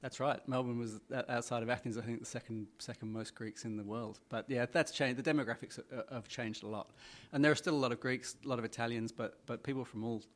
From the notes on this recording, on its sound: Virtuoso Symposium in Melbourne, Australia. Comes from the Virtuoso Conference in Melbourne, Australia.